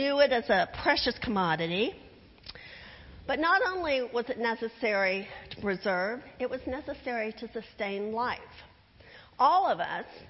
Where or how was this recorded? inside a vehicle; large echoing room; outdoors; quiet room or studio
large echoing room